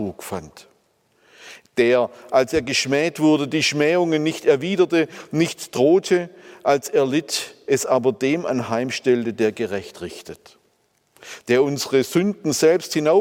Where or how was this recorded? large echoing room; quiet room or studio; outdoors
large echoing room